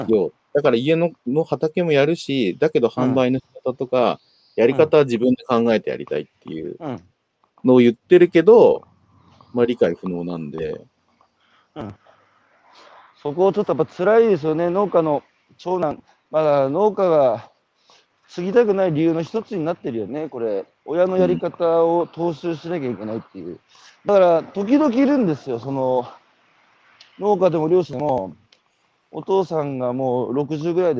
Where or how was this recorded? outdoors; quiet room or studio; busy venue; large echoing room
outdoors